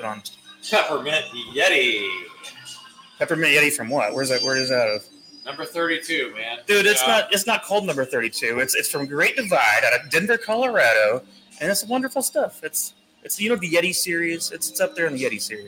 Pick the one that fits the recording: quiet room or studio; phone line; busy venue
busy venue